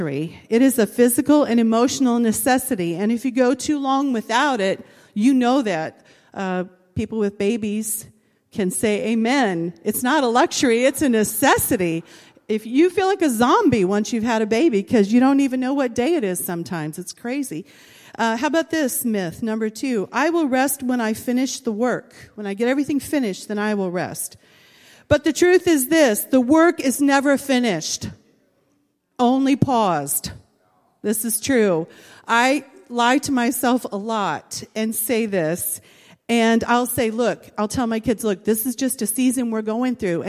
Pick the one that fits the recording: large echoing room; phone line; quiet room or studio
large echoing room